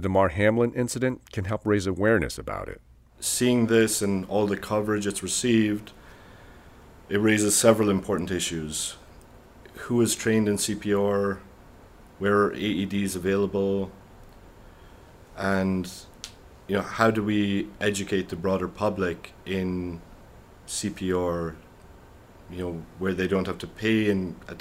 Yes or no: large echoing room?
no